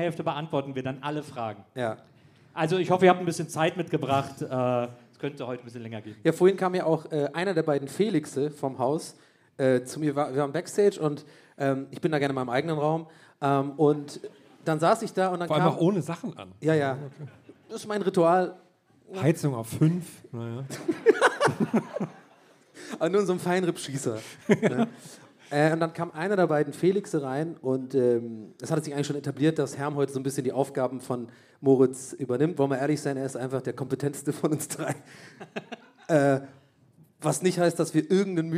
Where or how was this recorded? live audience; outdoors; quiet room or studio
live audience